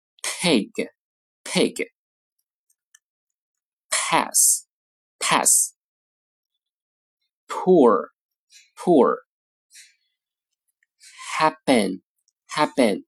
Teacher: 首先呢要紧闭双唇，阻止气流流出，然后突然分开双唇，气流冲破口腔，发出爆破的声音。清辅音的声带不振动，发作 pp，浊辅音声带振动，发作 bb。好，来看例词，含 p 的单词 pigpig， passpass， poor poorHappen,happen。说到这儿呢，要提一下，在美式英语中呢，清辅音在弱读音节中的时候呢，常常会发成或者近似发成对应的浊辅音，也就是说 p 呢常常会发成像 b 一样的音，这是美音的一个特点，大家了解一下。好，比如刚才说的单词 happen，常常会读成 happen， whathappened， · Term: 清浊辅音